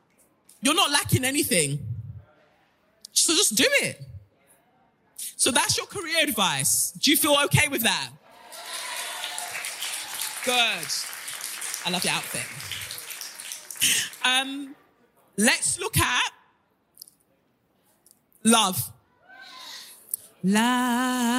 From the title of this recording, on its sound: NYC LIVE SHOW